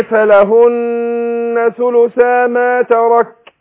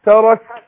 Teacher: خدت بالك من الهمس بتاع الكاف